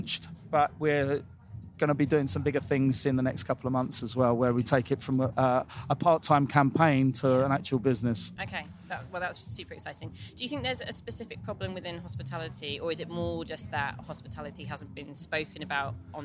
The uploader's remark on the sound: at Wilderness Festival, in Oxfordshire